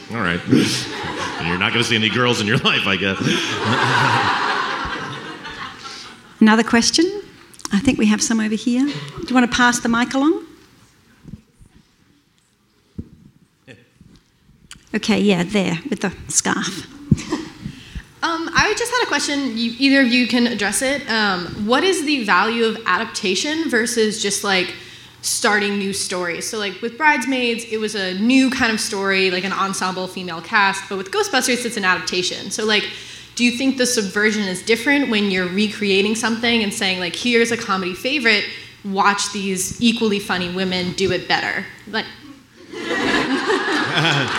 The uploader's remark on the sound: At the Athena Film Festival. Presented here are some highlights from the live Q&A that took place on the Athena Film Festival's live feed.